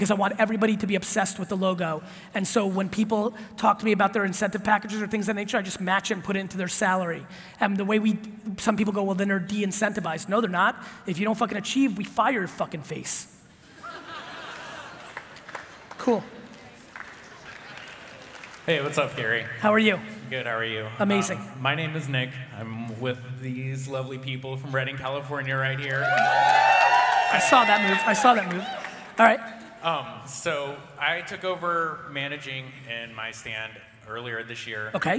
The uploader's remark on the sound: keynote and Q&A in Oregon for the Dutch Bros Coffee Leadership event